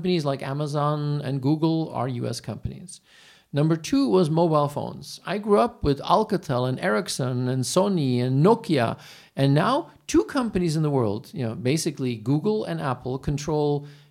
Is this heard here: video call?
no